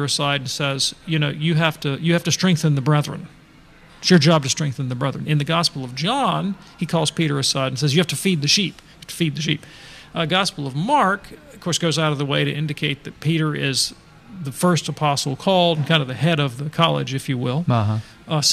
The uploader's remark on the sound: takes questions live from the EWTN 2023 Radio Conference